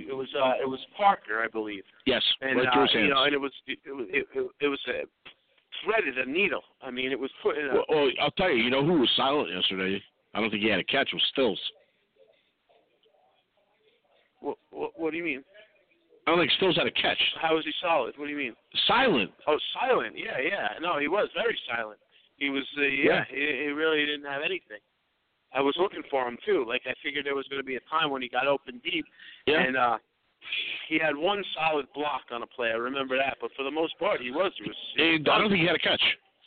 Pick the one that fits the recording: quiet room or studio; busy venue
busy venue